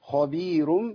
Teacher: والخاء هنا مفتوحة في المرتبة الثانية · Term: الخاء مفخمة